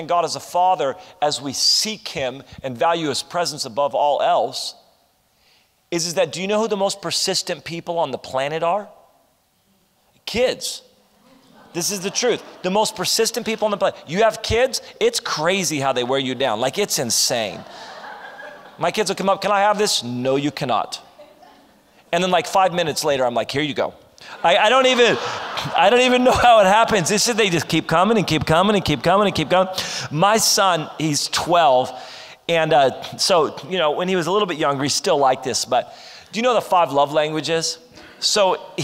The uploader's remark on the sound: This is session 1 from our Ignite Conference.